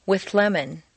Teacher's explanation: see how the TH moves back and the L moves forward to meet in a new middle position · Term: composite sound